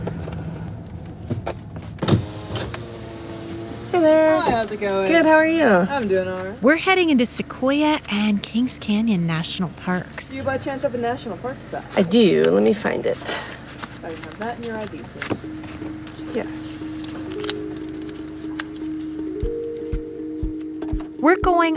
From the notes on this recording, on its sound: hiking out to see the damage done to a sequoia grove in the middle of a wilderness area in the national parks